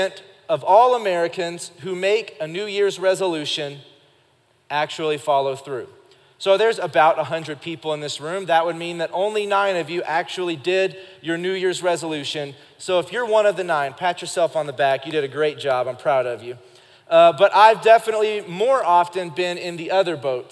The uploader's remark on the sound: Recorded live during our Wednesday night service